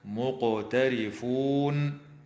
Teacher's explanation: مع مراعاة قلقلة القاف في كلمة مقترفون